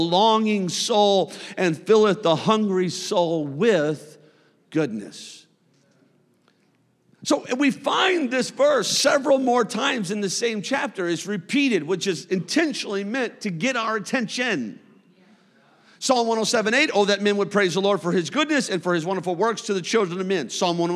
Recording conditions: large echoing room